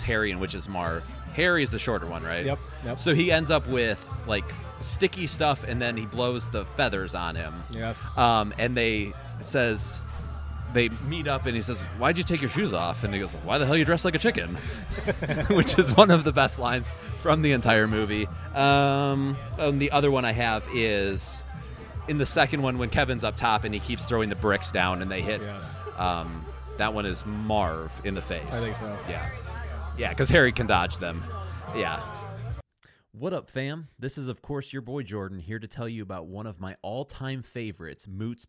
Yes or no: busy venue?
yes